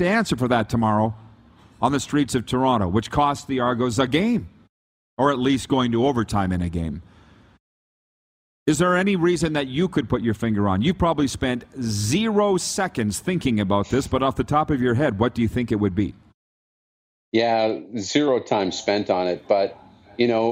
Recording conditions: busy venue